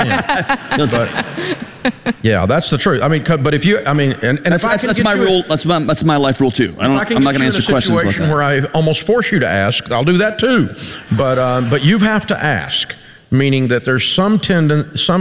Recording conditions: live audience